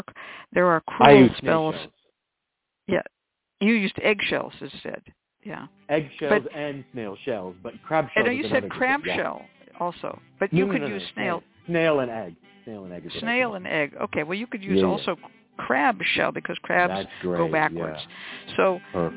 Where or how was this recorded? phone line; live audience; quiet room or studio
phone line